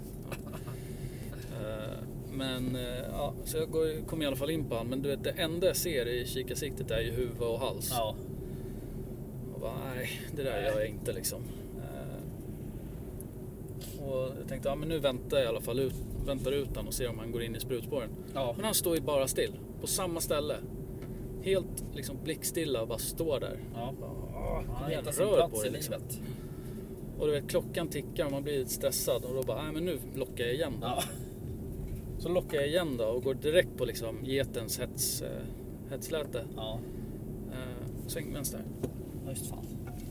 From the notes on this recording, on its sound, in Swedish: Glömmer att ta med sin inspelnings grej. Spelar in via mobilen : Så ljudnivån kan vara lite svajig.